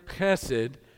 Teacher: In Hebrew, it's a het, so it's pronounced this, this guttural CH.